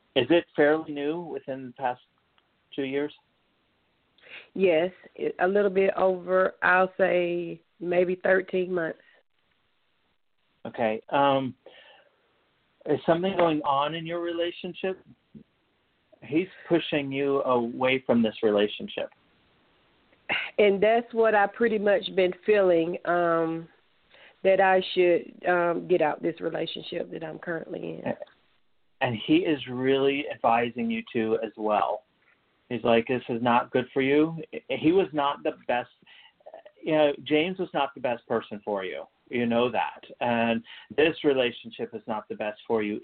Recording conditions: phone line